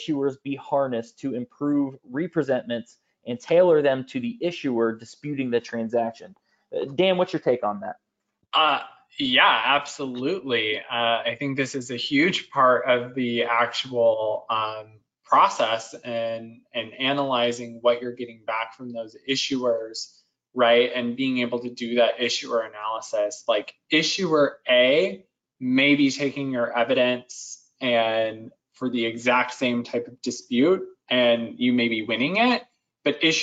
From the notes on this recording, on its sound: Webinar Replay – Audio from an earlier webinar with experts from Chargebacks911 and Redbridge. Webinar Replay – Audio from an earlier webinar with experts from Chargebacks911 and Redbridge.